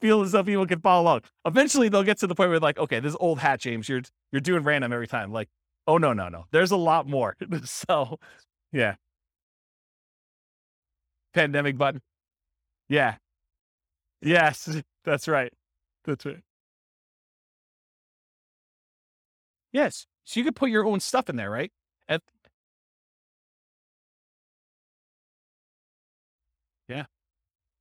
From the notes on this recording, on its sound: This was a live class recorded